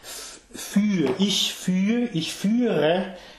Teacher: So there we have that long closed lowercase y.